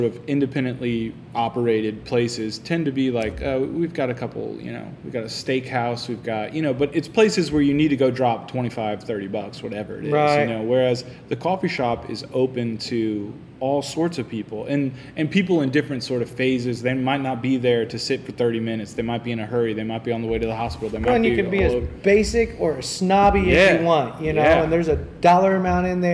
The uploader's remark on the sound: Thanks to AVRC for letting us record in the backroom at the shop!